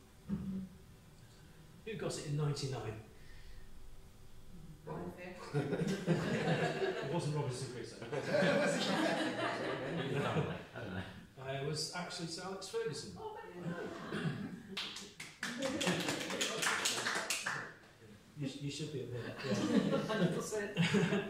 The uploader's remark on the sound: Recorded at The Griffin bar in Glasgow. As part of the Glasgow International Comedy Festival.